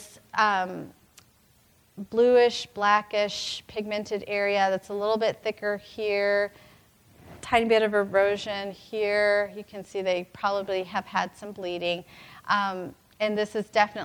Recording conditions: live audience